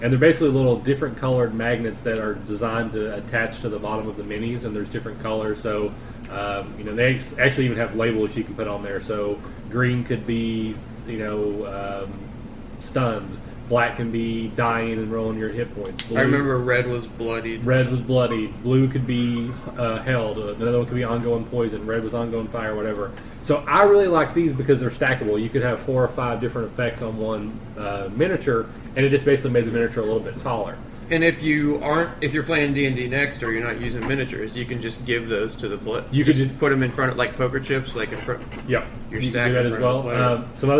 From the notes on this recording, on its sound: We have moved back to recording my house again and there’s a little background noise to deal with. We’ve actually invested in some higher-end recording equipment.